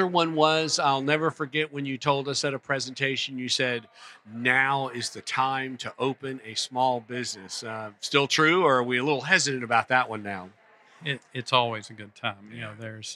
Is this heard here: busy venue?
yes